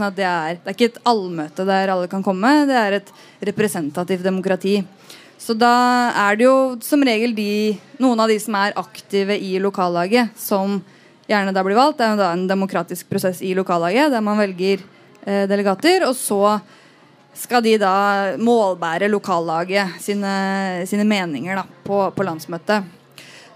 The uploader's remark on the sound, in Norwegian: Innspilt live i biblioteket på Tøyengata Bodega.